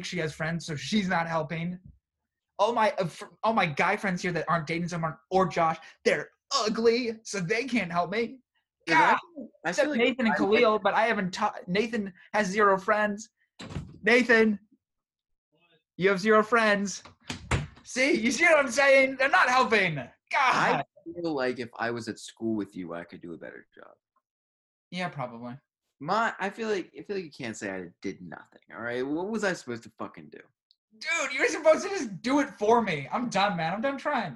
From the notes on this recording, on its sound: First college zoom podcast!